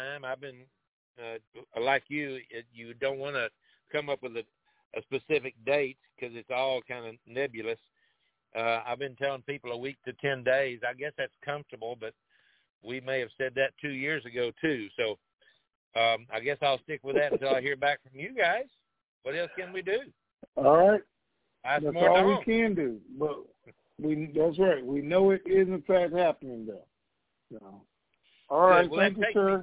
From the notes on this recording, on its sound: Conference Call